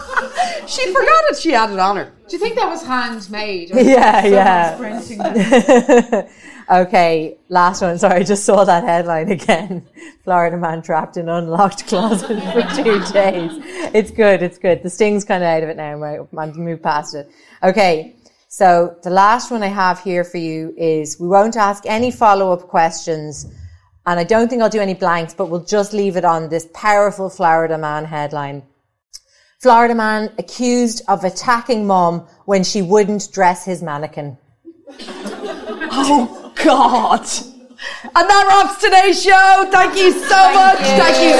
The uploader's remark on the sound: TODAY we are live from the Bernard Shaw (second night).